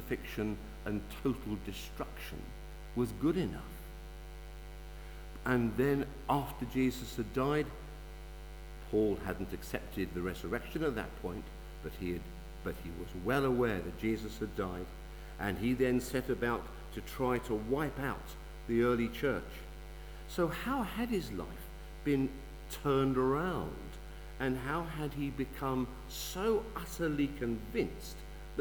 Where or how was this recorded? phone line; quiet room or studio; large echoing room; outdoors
large echoing room